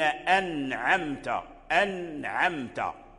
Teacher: كذلك عند العين مثلا أنعمت، أنعمت، صراط الذين أنعمت، أنعمت، فتظهر النون أنعمت، تعمل فيها غنة ضعيفة